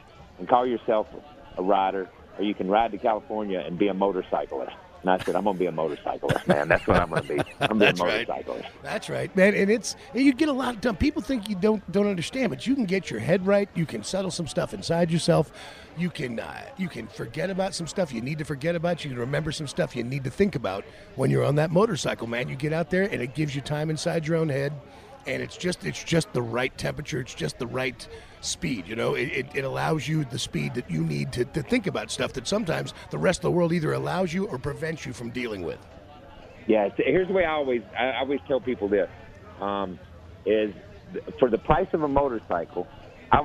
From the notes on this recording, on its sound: LIVE FROM STURGIS.